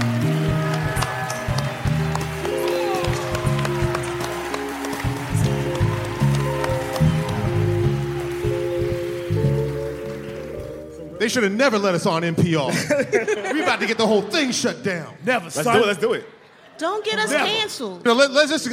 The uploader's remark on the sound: Excerpted from the Code Switch Live show at the Studebaker Theater in Chicago. Live from Chicago. This episode is excerpted from the Code Switch Live show at the Studebaker Theater in Chicago.